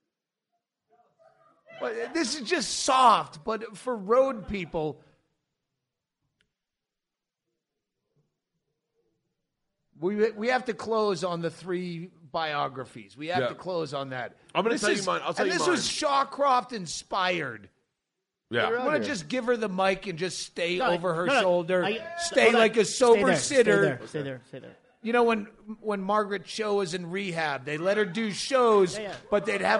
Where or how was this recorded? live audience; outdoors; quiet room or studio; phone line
live audience